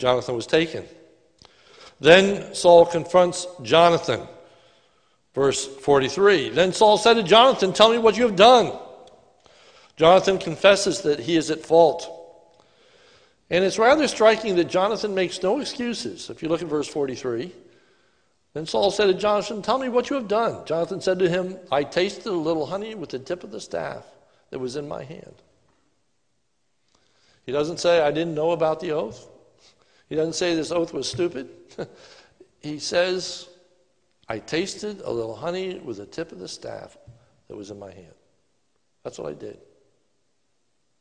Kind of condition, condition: setting, large echoing room